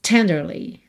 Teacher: Normalmente, diríamos tenderly. Tenderly, sílaba tônica é a primeira. Aqui, por conta da melodia, esse li ganhou um pouco mais de destaque, então a gente tem tenderly, ok?